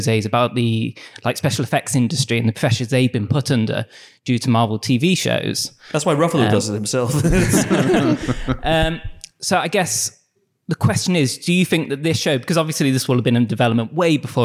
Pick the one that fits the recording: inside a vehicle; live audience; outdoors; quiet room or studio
live audience